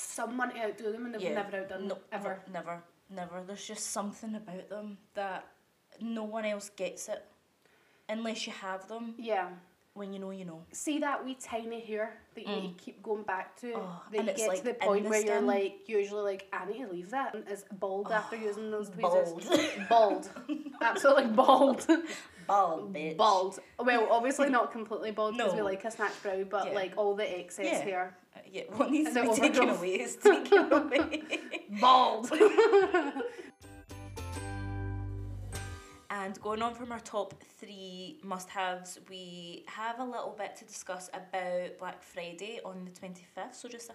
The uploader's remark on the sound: we are still getting used to our mics so please turn your volume up full for the best audio quality